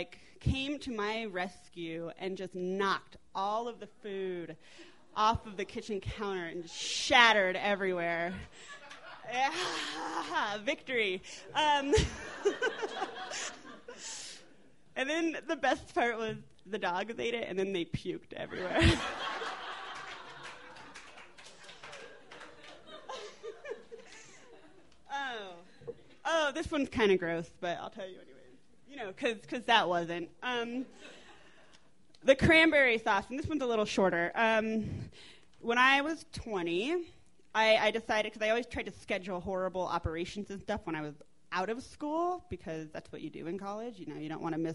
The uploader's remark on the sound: These stories were recorded at The Deer Pile in Denver, Colorado on November 15, 2012.